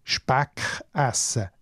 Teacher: Das germanische E ist in den meisten Dialekten zu einem «ä» geworden.